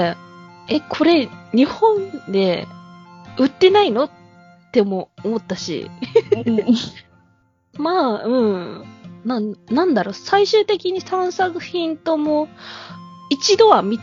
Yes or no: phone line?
no